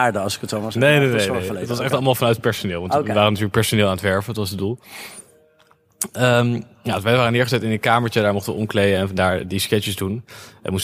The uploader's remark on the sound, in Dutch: Deze laatste aflevering van het seizoen namen we op bij Beeld & Geluid in Hilversum tijdens de podcast marathon van Dutch Media Week.